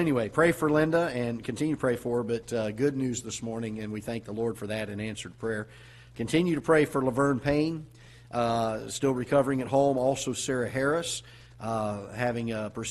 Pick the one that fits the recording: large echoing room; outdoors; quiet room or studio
large echoing room